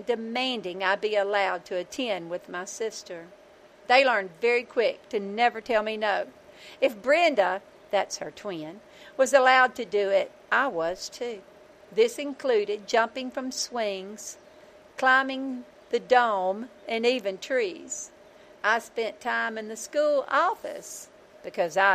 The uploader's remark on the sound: I went LIVE on Youtube from the back porch to capture the video and the audio for the podcast.